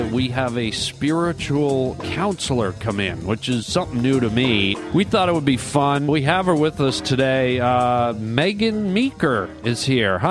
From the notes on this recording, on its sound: phone calls from listeners